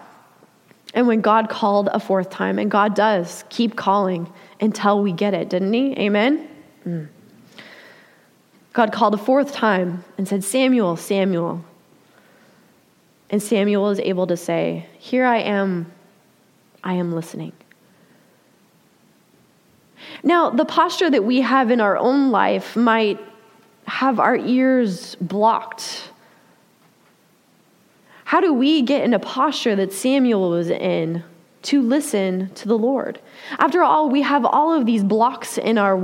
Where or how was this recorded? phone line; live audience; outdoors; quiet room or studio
live audience